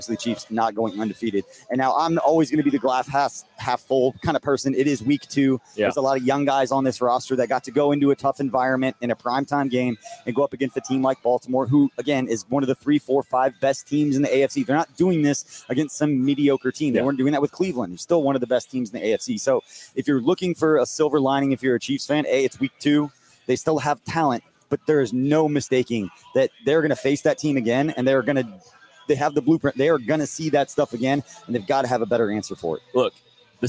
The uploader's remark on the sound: KCSN Live Postgame Show. Live from The Bullpen Bar and Grill on 135th.